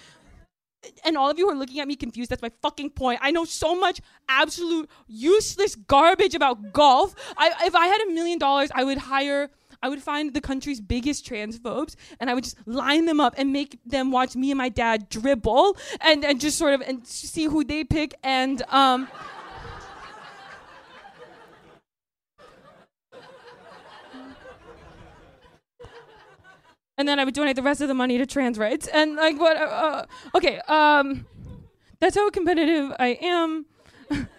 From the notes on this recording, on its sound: Here is our new episode, a recording from our live show last week.